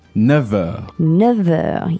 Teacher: The word hours starts with a vowel sound, so we make a liaison.